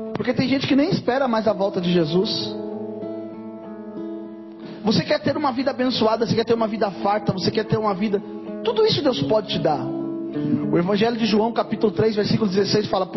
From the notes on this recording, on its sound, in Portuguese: Mensagem gravada em 21/05/2023 - Culto da Família